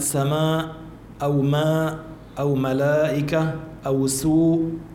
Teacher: كلمة سماء أو ماء أو ملائكة أو سوء، كل هذا يمد أربع حركات. وليس حراما أن تمد أقل من ذلك، لكن حرام أن تقصر ما دون الحركتين. · Term: مد متصل